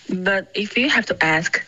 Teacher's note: But if you have to ask,重音应该是 have, okay?